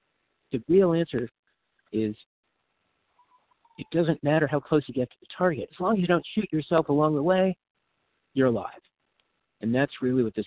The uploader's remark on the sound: from the 100 Pounders Phone Meeting, 10/6/23.